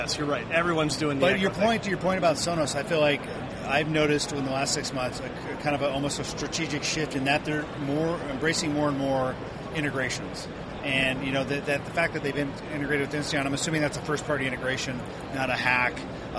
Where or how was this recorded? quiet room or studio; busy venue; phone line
busy venue